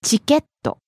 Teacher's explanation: Starting low, rising on the second syllable, け Falling on the last syllable, と